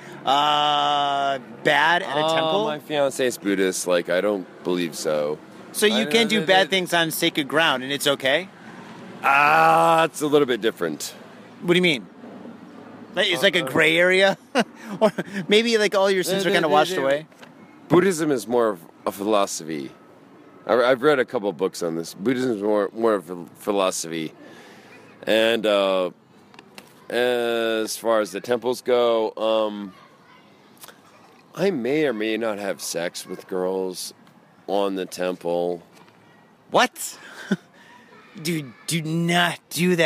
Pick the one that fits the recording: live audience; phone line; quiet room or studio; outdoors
outdoors